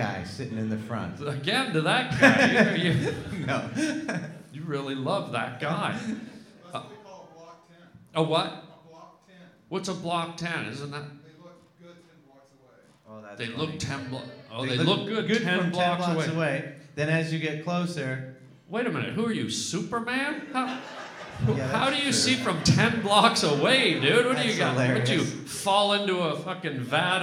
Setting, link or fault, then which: setting, live audience